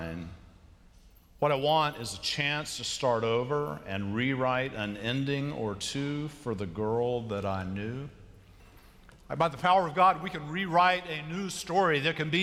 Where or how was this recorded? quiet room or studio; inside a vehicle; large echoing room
large echoing room